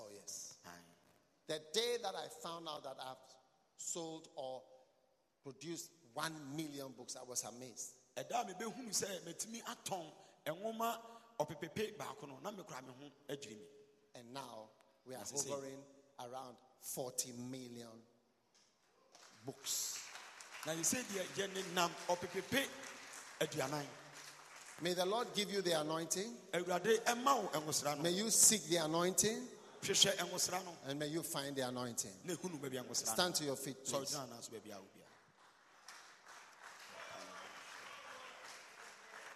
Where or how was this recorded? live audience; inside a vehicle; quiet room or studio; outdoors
live audience